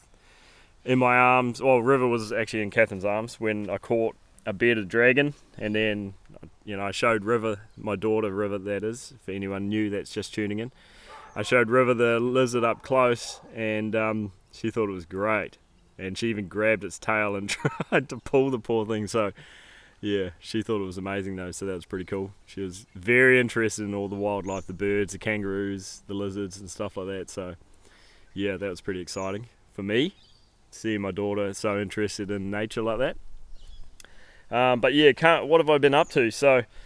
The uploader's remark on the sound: They are recording this podcast in a tent on the top of a mountain in the middle of nowhere, expect to hear some wild weather in the background as they hunker down out of a snowstorm.